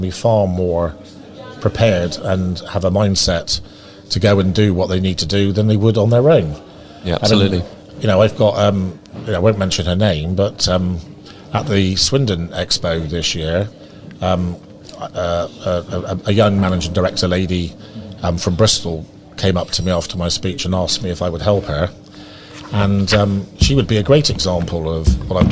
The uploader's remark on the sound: This week we are on the road bringing you a live broadcast from Donnington Valley Hotel